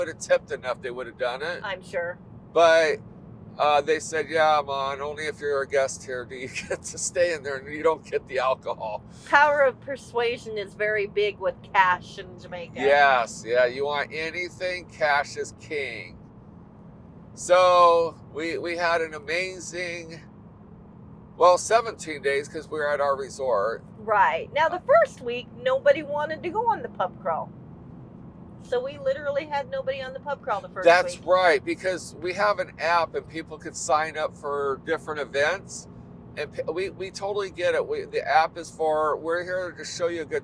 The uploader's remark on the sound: We just turned on our microphones while driving from Florida to Indiana.